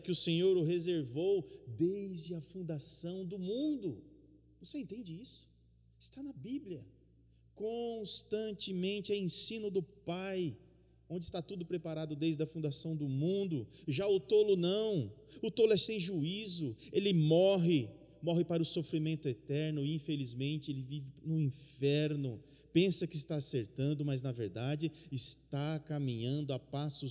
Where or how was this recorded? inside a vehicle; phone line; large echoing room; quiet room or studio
large echoing room